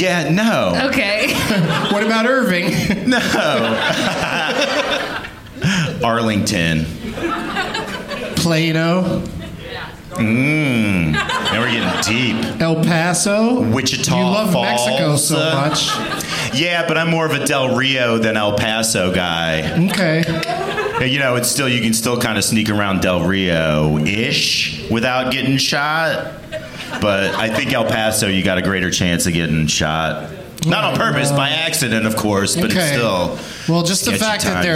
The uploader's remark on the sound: Live from Hyena's Comedy Nightclub in Dallas